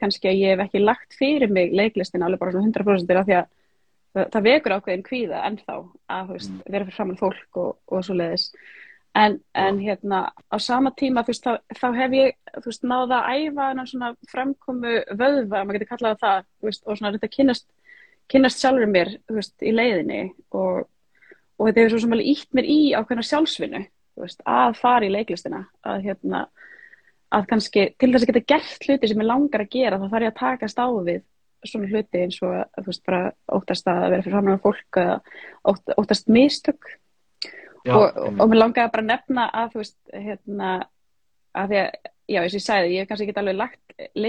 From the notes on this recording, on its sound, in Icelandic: tekið live instagram spjall